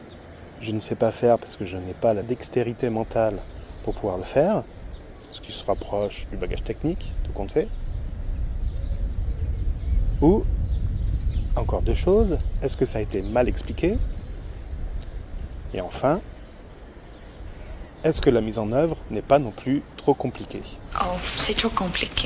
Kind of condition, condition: setting, outdoors